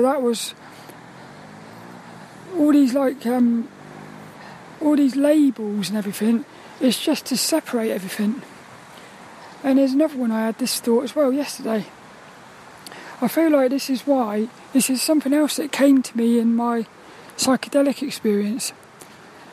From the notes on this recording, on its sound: This 'About The Tings' episode is a Walk and Talk around the local park. The sun was shining.